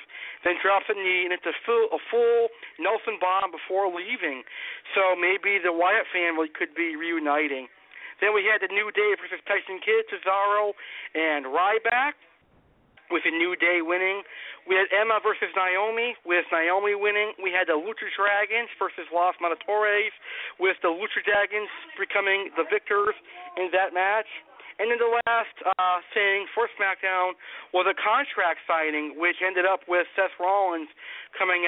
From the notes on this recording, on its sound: LIVE PRANK CALLS.